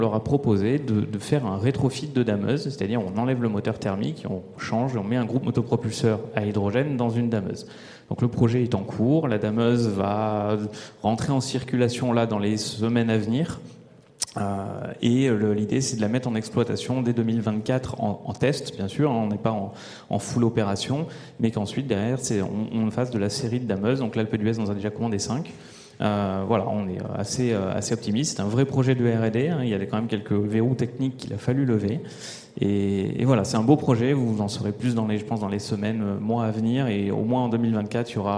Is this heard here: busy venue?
yes